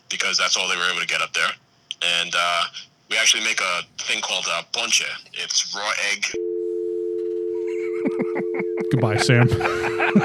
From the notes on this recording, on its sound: on the phone